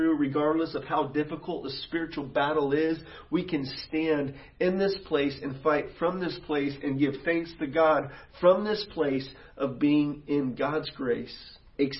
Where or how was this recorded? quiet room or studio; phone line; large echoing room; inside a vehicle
large echoing room